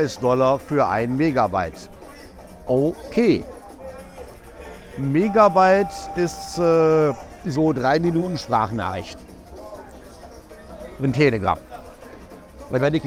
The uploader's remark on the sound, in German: LIVE vom Unabhängigkeitstag in Surinam. Deswegen habe ich mich für dich mitten ins Getümmel gestürzt und berichte von den Eindrücken einer großen Festivität in dem kleinen Staat Surinam. Lasse ich quasi die Energie und Atmosphäre des Momentes durch mich in diese Aufnahme einfließen.